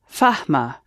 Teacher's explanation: Fahim drops the ih. So you get Fahma. And notice also that the sound, the first vowel sound, Fahim, has also shortened to a, Fahma, Fahma.